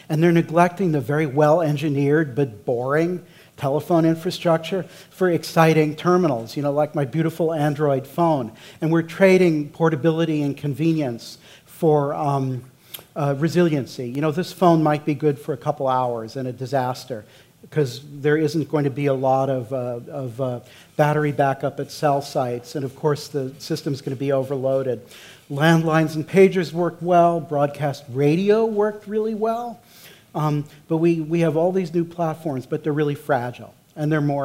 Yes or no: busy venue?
yes